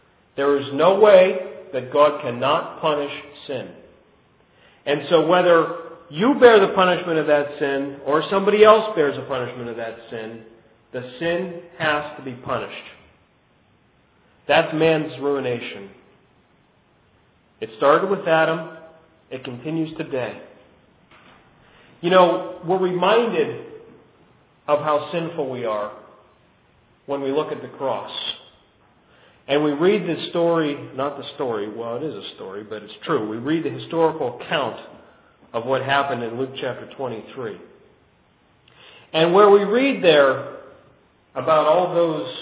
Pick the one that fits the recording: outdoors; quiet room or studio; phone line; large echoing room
large echoing room